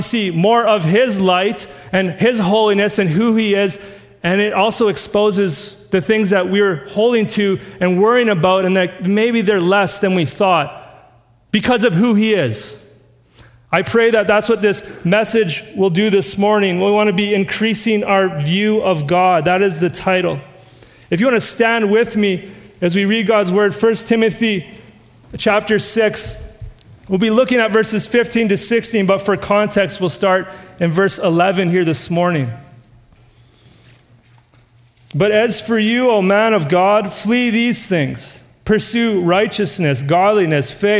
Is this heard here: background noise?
no